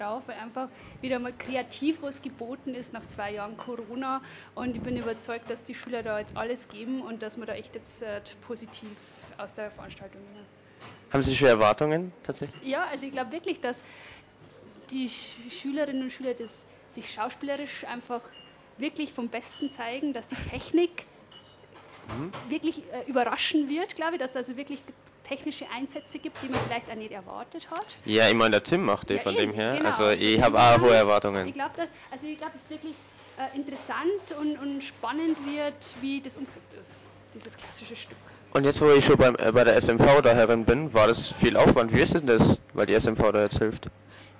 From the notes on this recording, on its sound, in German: Live vor Ort von den Theateraufführungen im Langhaussaal berichtet. Vorwarnung: Übersteuerung, lieber nicht mit Kopfhörern anhören.